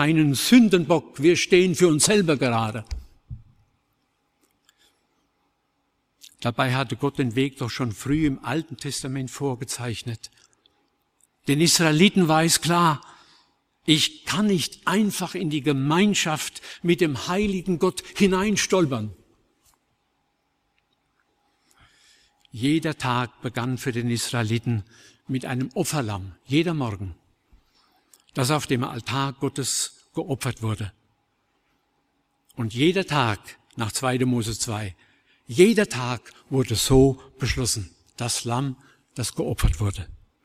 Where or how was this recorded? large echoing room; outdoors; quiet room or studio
large echoing room